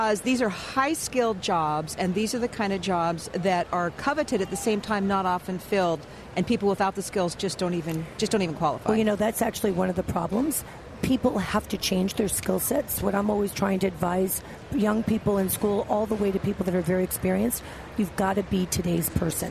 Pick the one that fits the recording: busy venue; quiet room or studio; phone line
busy venue